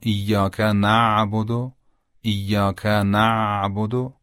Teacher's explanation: عین به خصوص وقتی که ساکن باشه قدری قابل امتداد و کشش هست و با نرمی تلفظ میشه، اما همزه این حالت رو نداره.